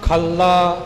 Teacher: ਖੱਲਾ, ਇਹ ਪਾਠ ਕੱਸ ਕੇ ਥੋੜ੍ਹਾ ਜਿਹਾ ਅਦਕ ਲਾ ਕੇ ਹੋਵੇਗਾ